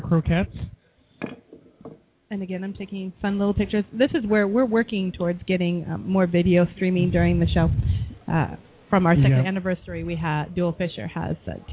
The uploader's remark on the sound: As we broadcast live from the Grill from Ipanema in the heart of Belltown ~ Seattle Washington!